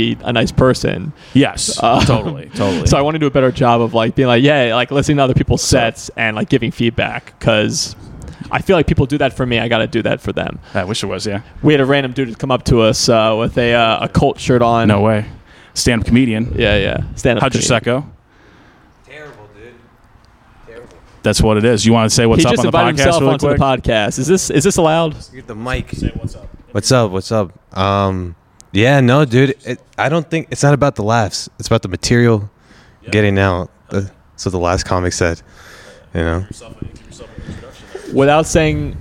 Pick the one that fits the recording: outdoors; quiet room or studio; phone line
outdoors